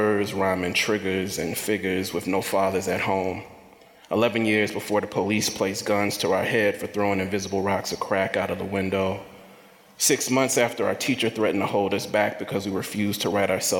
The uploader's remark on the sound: recorded at the 2023 AWP Conference in Seattle, Washington.